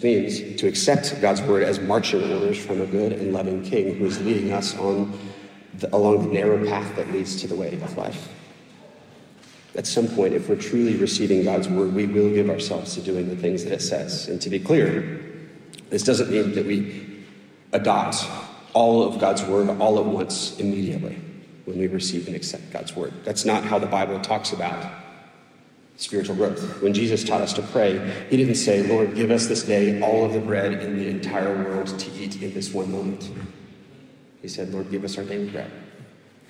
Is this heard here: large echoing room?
yes